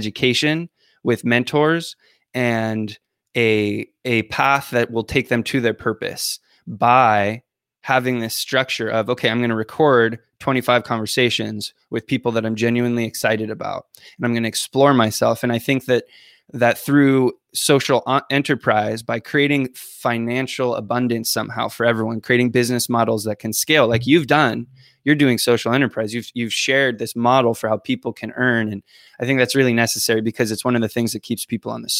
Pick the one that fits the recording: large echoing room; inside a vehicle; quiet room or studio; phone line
quiet room or studio